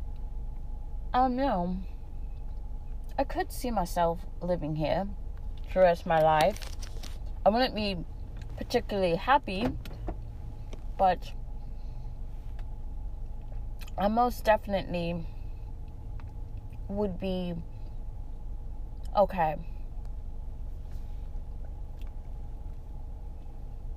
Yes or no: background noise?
yes